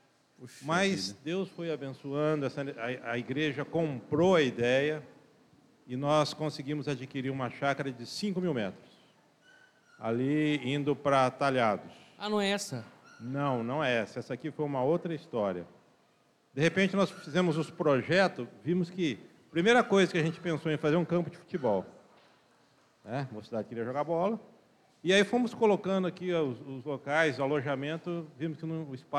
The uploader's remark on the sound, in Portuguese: Documentário - Acampamento 2024. Acampamento 2024 da IPB de Rio Preto. Uma gravação (documentário) fora do estúdio e dentro do ambiente de acampamento da chácara da Igreja Presbiteriana de São José do Rio Preto-SP. Foi uma experiência muito edificante, nova e interessante tendo vários participantes convidados e pessoas diretamente envolvidas na organização do acampamento-2024.